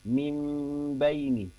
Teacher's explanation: bunyi nun sukun itu justru berganti atau beralih menjadi bunyi mim sukun karena kuatnya huruf sifat bibir apa kuatnya pengucapan bibir atau dua belah bibir dari huruf ba gitu.